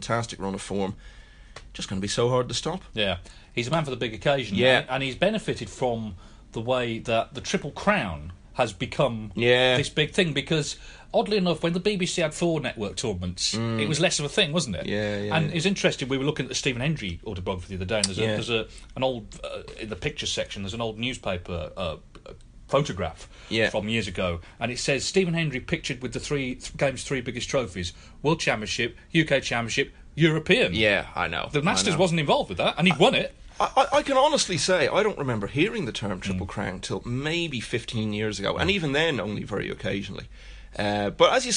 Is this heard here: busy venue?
no